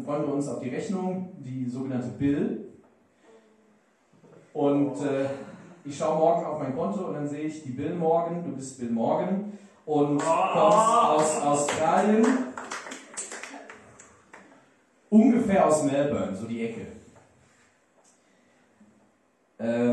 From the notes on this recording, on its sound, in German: Live in Lüdenscheid Teil 2.